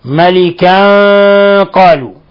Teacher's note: تنوين فتح قلنا جاء بعد حرف القاف. الحكم التجويدي إخفاء حقيقي. ولاحظوا تفخيم الغنة